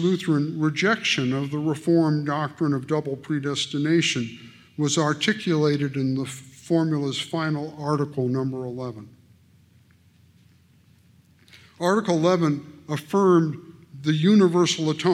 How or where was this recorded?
live audience